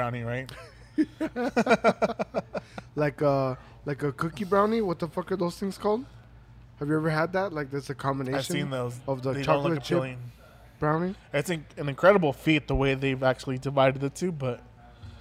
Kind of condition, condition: setting, busy venue